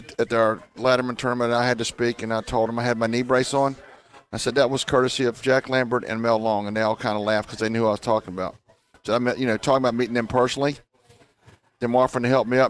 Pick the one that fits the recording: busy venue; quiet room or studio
busy venue